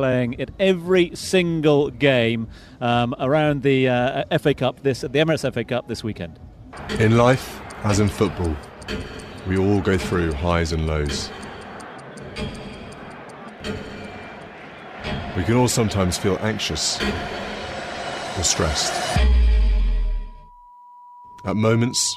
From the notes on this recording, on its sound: From the rooftop garden of Barasti